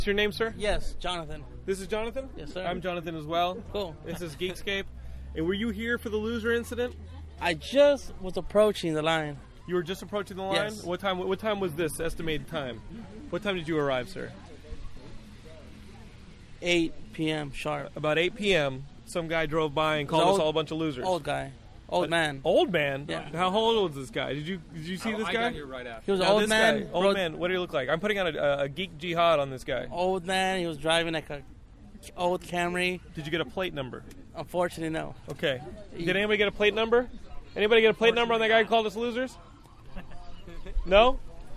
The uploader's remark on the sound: This is my WiiU camp out audio diary! I camped out in front of a Los Angeles Best Buy with other Nintendo Die Hards.